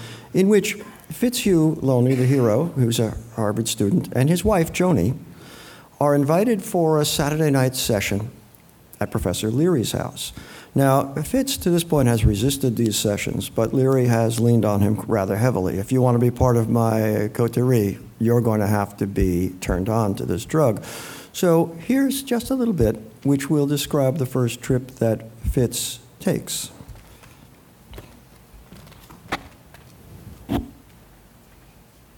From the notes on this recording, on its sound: taped live at the Miami Book Fair